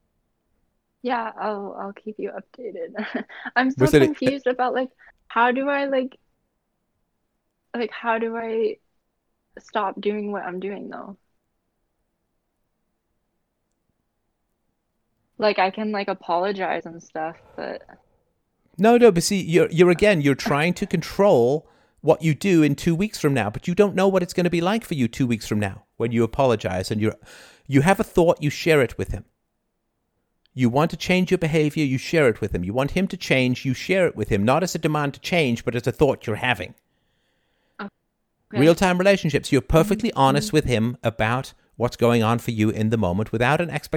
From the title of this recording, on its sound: Freedomain Call